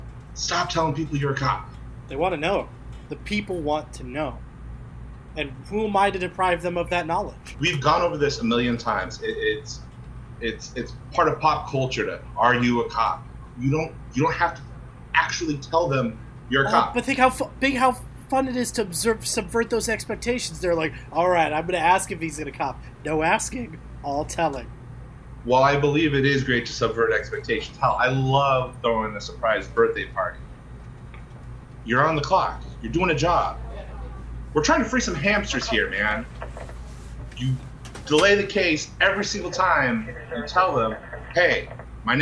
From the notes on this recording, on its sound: We take you back in time to an early episode, when everyone's mics sucked! Wobbly sound quality.